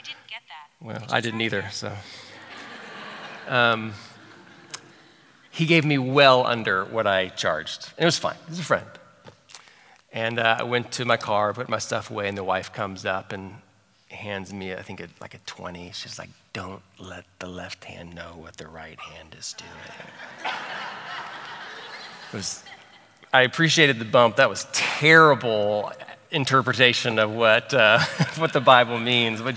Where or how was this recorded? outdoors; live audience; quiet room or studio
live audience